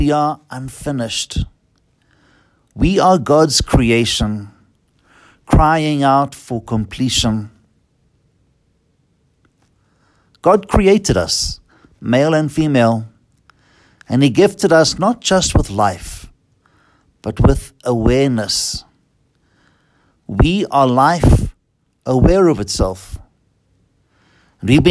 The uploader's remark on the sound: Listen to the homily preached at Holy Trinity Catholic Church in Braamfontein, South Africa, by Fr.